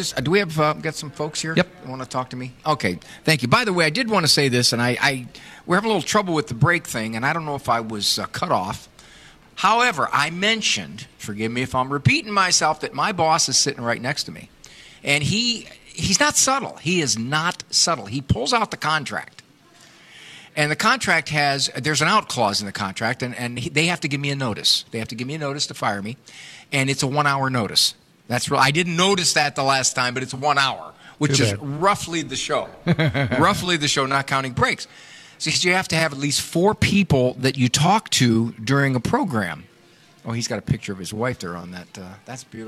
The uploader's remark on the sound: Live from The EWTN Catholic Radio Conference